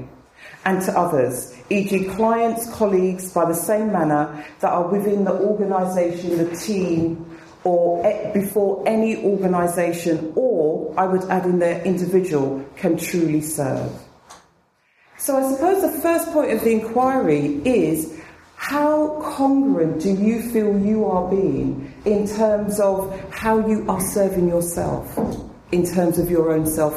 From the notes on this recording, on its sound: spoke at the 2013 BAATN conference